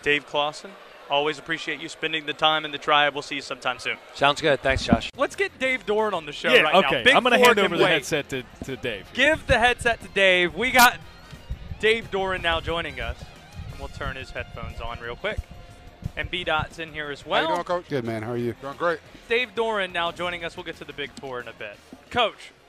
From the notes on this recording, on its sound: Live from ACC Kickoff in Charlotte